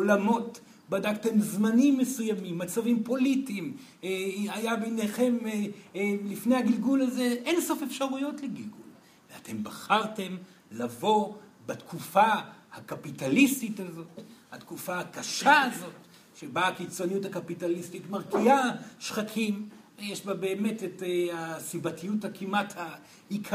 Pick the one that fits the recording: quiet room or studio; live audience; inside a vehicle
live audience